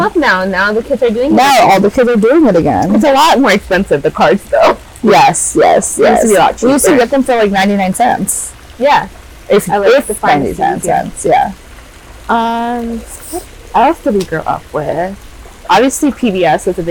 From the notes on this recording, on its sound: FOREWARNING: this episode audio is not sure what happened — sorry in advance… hehe